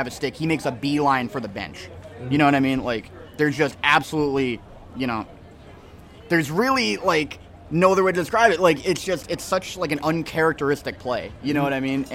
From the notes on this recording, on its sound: LIVE from the Homecoming tailgate!